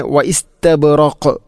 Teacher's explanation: ഖാഫിനെ ശരിക്കും എടുത്തു കാണിക്കണം, കാരണം അത് ഖൽഖലയുടെ അക്ഷരമാണ്, ഖുതുബുജദ് എന്ന ഈ അക്ഷരത്തിൽപ്പെട്ടതാണ്.